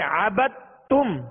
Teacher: یعنی اس کو قلقلہ کر کے الگ سے پھر تا کو پڑھیں گے ایسا نہیں پڑھیں گے بلکہ دال کو تا میں داخل کر دیں گے · Term: ادغام